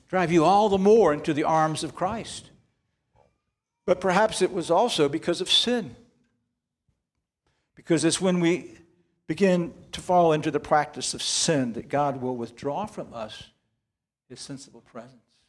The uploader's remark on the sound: This sermon was preached on September 10, 2023 at Antioch Presbyterian Church, a mission work of Calvary Presbytery of the Presbyterian Church in America located in Woodruff, South Carolina.